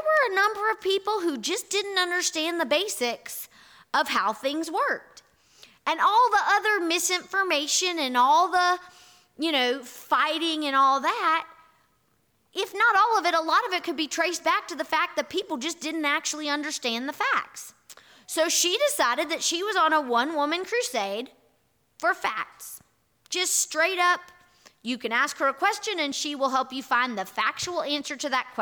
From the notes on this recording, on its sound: Here is our audio recording from this morning’s in-person worship service.